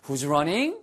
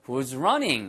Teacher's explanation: 이렇게 떨어지는, 예, 그러니까 falling intonation으로 하셔야 더 정확합니다 · Shown in: second take